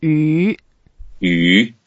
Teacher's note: second tone, so go up and you can make it very long because imagine that's a long fish.